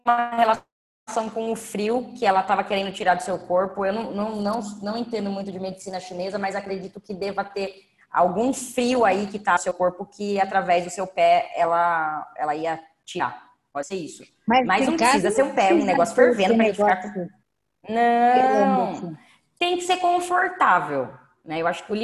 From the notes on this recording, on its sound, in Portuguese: Aula gravada pelo zoom.